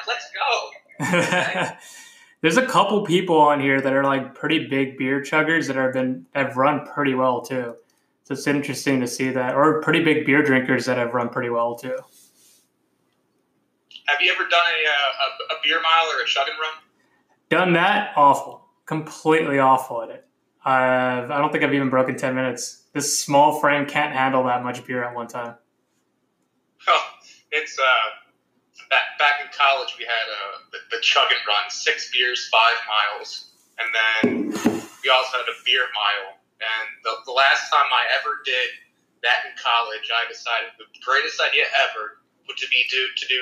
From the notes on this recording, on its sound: jumped on an Instagram Live stream and we have the audio!